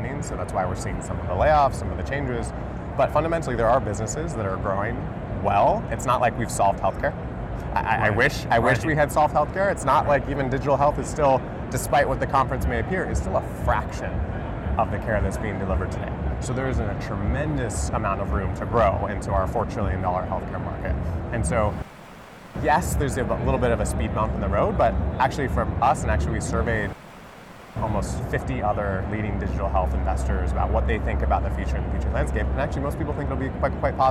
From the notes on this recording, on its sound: It’s an Interview in Action live from HLTH ‘22.